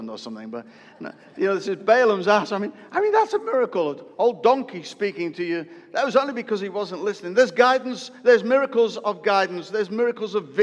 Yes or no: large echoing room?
yes